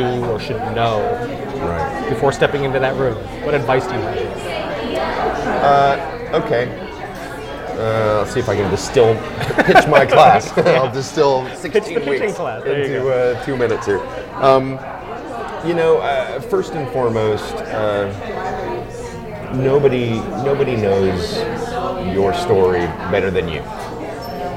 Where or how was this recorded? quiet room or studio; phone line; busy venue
busy venue